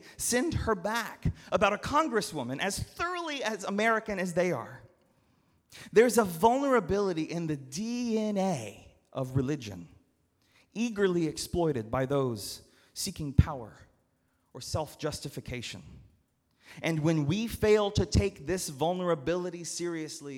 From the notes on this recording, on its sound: at Northminster Church on July 21, 2019